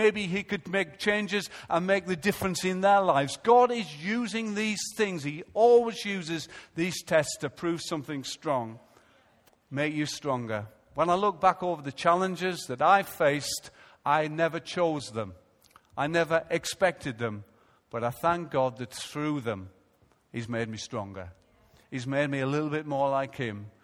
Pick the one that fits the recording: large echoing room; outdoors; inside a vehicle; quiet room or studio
large echoing room